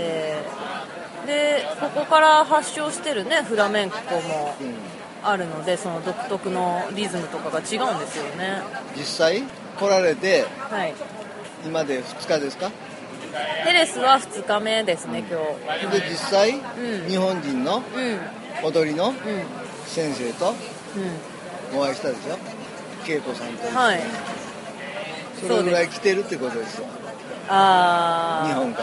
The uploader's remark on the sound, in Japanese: ヘレス・デ・ラ・フロンテーラより～。巡礼前に、フラメンコ・シェリー酒・馬術で有名なヘレスのバルで収録。